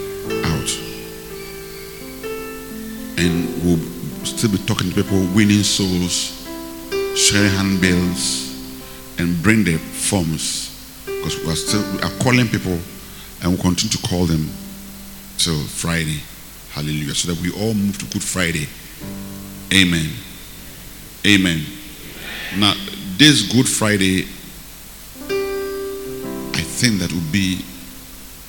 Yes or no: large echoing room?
yes